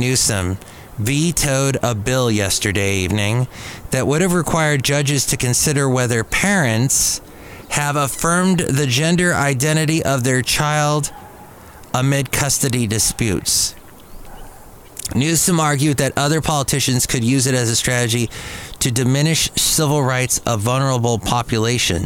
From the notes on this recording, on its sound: podcasts live from Café Anyway